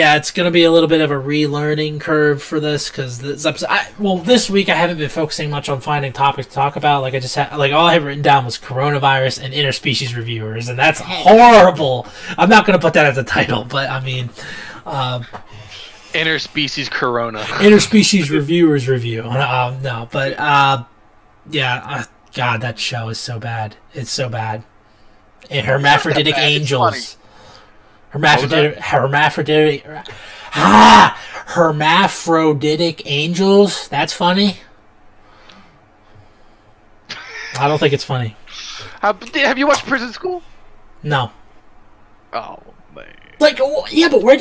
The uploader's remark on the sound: MESSED UP AUDIO. Sorry for the audio being all reverb-y.